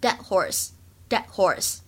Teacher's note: deadhorse。当中呢，有一个不完全失去爆破的现象，所以呢，会读成 deadhorse，deadhorse